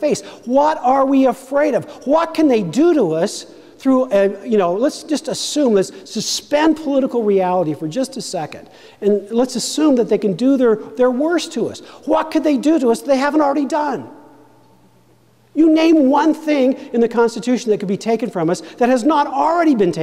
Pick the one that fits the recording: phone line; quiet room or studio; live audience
live audience